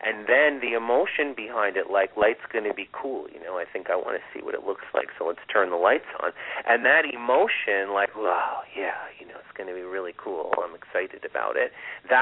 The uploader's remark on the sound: This is a call in show with live mini readings!